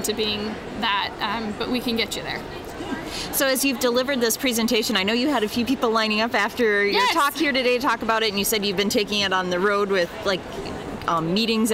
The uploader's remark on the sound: Special edition podcast recorded live at WE19 in Anaheim, California.